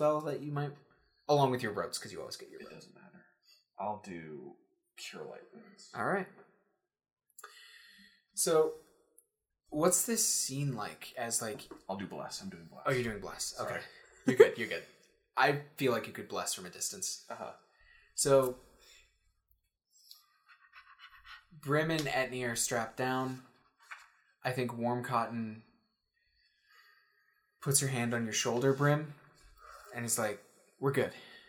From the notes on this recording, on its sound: The audio quality is a little lower.